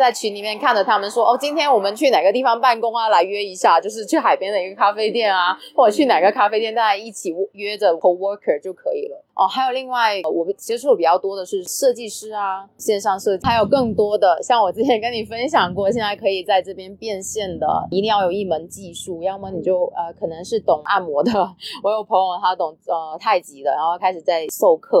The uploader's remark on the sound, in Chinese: 本期节目于户外录制，更推荐你在安静的环境下收听